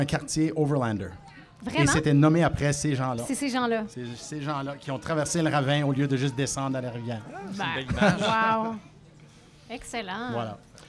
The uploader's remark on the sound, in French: En direct du Festival flying canöe volant. Enregistré devant public. Au Café bicyclette de la Cité francophone dans le cadre du festival Flying Canoë Volant.